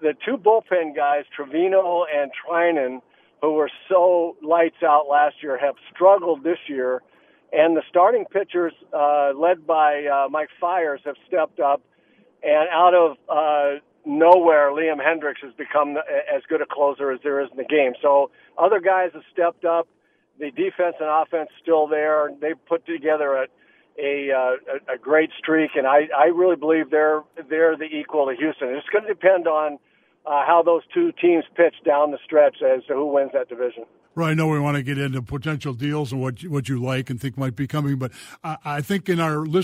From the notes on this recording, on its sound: they dive into your phone calls